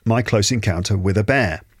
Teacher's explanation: Notice how each chunk is pronounced without gaps or pauses between the words. In each chunk, there are stressed words highlighted in bold on the PDF.